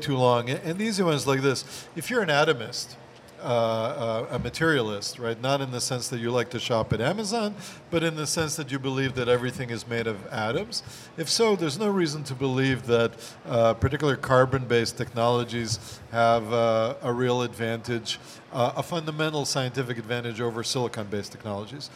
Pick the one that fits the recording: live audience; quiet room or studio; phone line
live audience